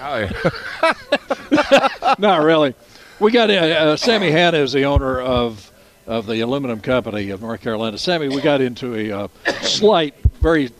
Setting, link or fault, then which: setting, busy venue